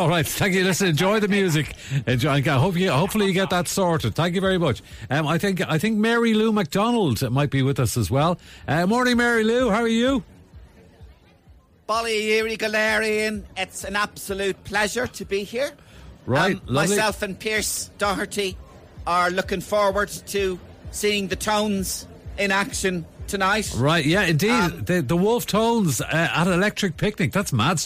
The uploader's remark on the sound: All roads lead to Electric Picnic this weekend, with what feels like half the country on the way to Stradbally. Live from the campsite!